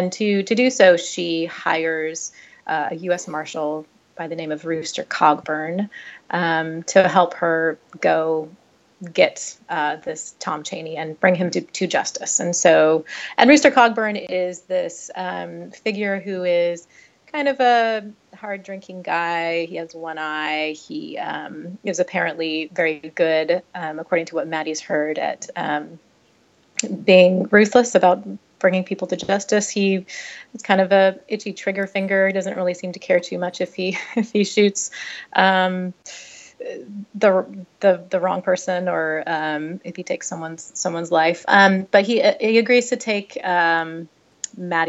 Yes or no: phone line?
no